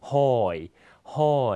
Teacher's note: เสียงต่ำขึ้นนะฮะจะมีเสียงอ่านขึ้นและตกลงนะครับเสียงอ่านจะมีเสียงโค้งตามรูปวรรณยุกต์นะฮะ · Term: วรรณยุกต์หอย